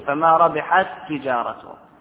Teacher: هذا إدغام متماثلين صغير لكون الأول ساكن والثاني متحرك